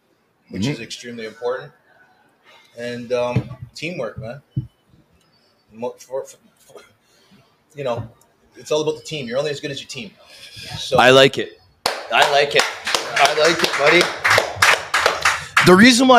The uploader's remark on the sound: Live from The Locker Room Studio in Bottomline Sports Bar.